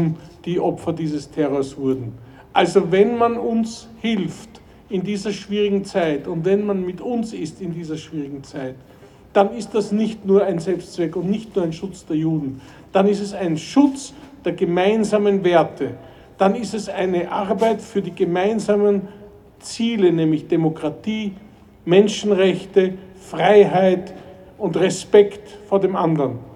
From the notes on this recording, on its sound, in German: Unbearbeitete Aufnahme der Abschlusskundgebung der Gedenkversammlung.